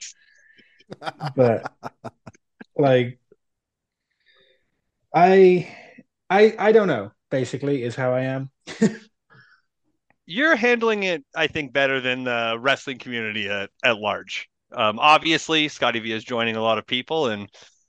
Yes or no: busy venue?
no